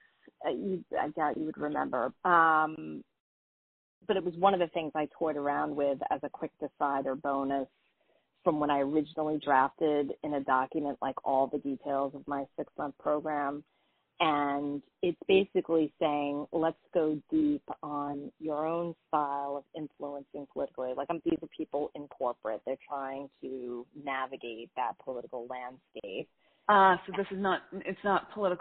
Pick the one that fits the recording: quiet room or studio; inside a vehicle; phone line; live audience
phone line